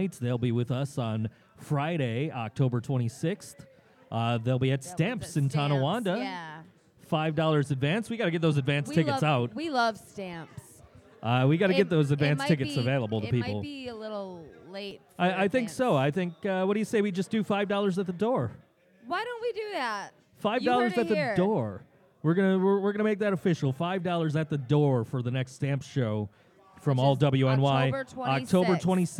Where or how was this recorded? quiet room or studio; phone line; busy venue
busy venue